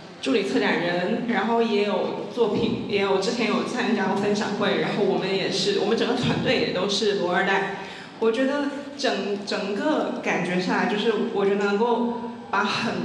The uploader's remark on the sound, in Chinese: 在UABB的“关于罗湖的集体漂流分享会”录音